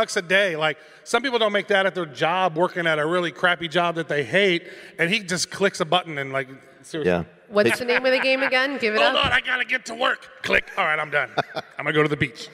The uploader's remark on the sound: Bitcoin Miami 2022. We were recently invited to the keynote stage at The North American Bitcoin conference for a fireside chat. We have secured a recording of the session.